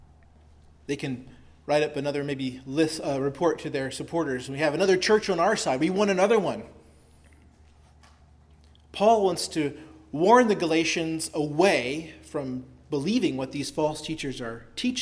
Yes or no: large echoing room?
yes